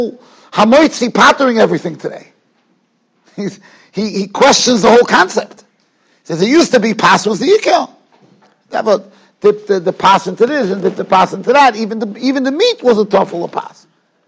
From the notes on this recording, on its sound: Shiur recorded in Yeshivas Ohr Reuven, Monsey, NY.